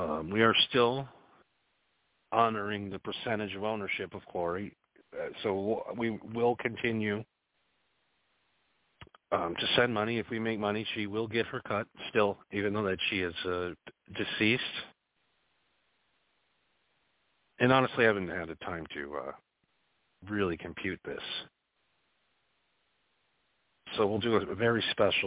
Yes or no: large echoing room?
no